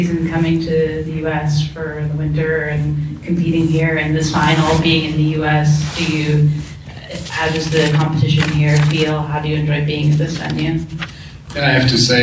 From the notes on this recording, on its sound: This special episode of the Practical Horseman Podcast, sponsored by Silver Honey, comes to you from the 2023 FEI Jumping World Cup™ Final. Hear from riders at the press conference after the conclusion of Final II.